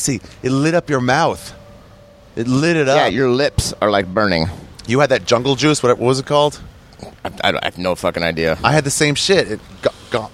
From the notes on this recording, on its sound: Sat down outside the airport in Chiang Mai, Thailand to talk about all the things we saw out there.